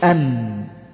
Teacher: عندنا النون الساكنة تقول أن، شايف أن اللسان في طرف اللسان مع ما يحاذيه من اللثة العليا أن في مكانه، هذا النون المظهرة.